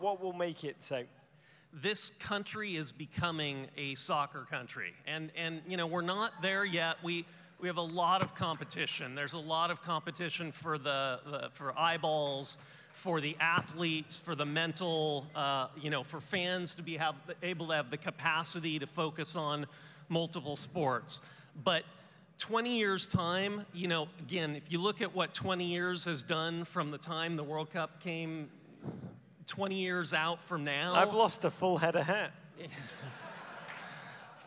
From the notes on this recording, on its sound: Live in Seattle. Rogue State 2018, Live from the Showbox SoDo in Seattle.